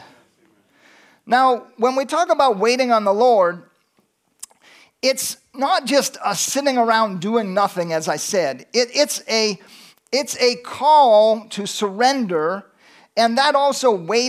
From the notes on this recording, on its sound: from the Sunday service on November 12, 2023 at Harvest Bible Church in Stockton, California